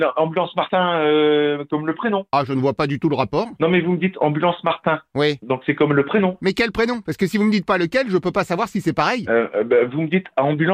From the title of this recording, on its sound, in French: L’appel trop con de Rire & Chansons